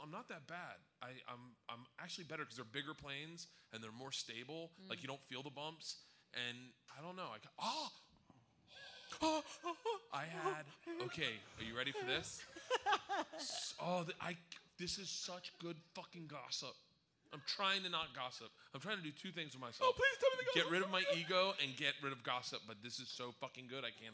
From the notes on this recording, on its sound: The first ever LIVE Momcast could not have been more fun.